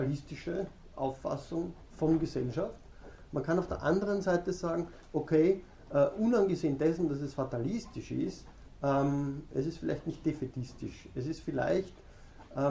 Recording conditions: large echoing room